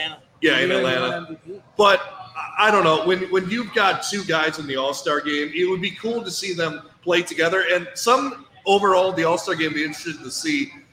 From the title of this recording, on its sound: Live Q And A At Thirsty Pups Wolves Watch Party From Park Tavern